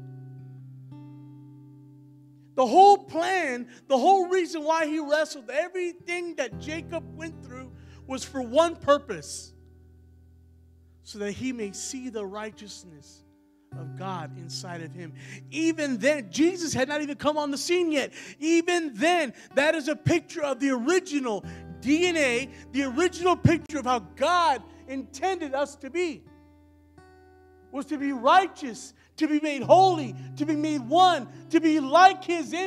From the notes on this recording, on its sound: Recorded live at the Emerging Streams Apostolic Center in Stryker, Ohio